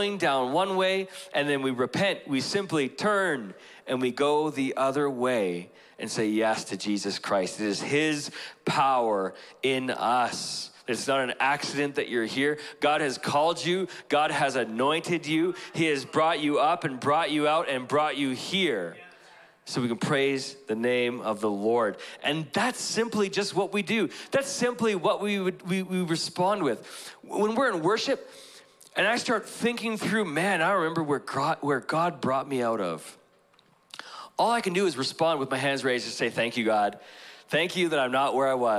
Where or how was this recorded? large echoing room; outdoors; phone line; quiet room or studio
large echoing room